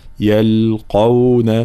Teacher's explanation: كلمة يلقون أولا تفخيم القاف وترقيق بقية الحروف